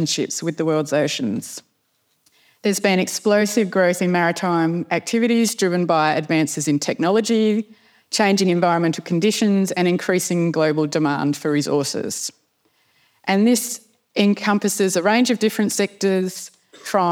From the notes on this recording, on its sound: address at the Australian Naval Institute’s Goldrick Conference held in Canberra on 19 October 2023